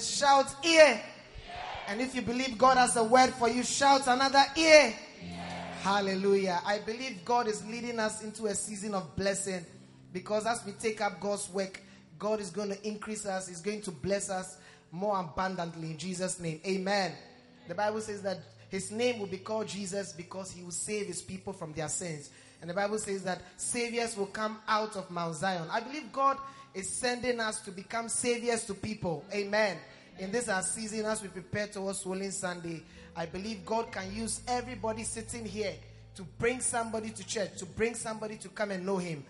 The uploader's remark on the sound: Preached at the Prophetic Encounter Service